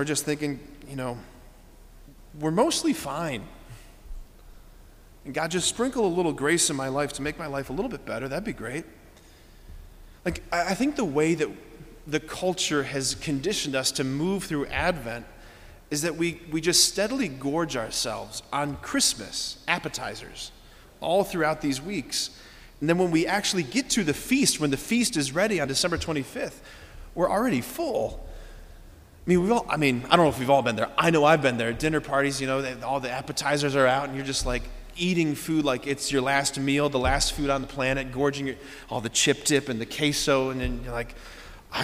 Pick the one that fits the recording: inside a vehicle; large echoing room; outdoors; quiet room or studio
large echoing room